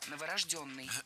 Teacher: Ударение ставим на «ё» в 4-м слоге. Только новорожденный.